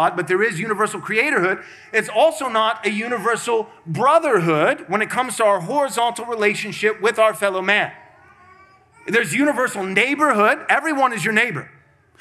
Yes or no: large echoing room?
yes